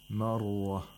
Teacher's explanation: The ra is pronounced with tafkhim.